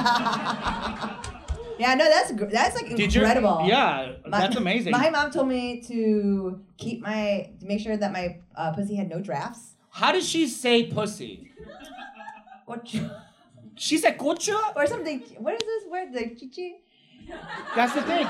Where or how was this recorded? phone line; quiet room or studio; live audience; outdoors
live audience